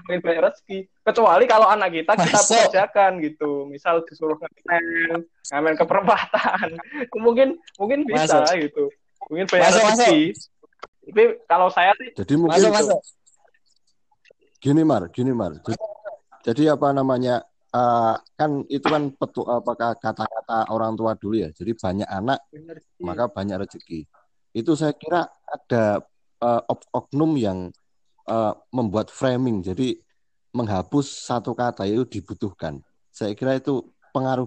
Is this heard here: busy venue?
no